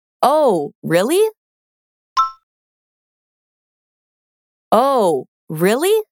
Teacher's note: Asegúrate de subir tu entonación al final para mostrar duda. Es una pregunta.